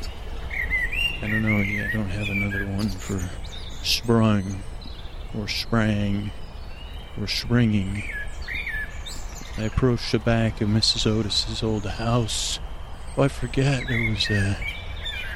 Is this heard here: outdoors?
yes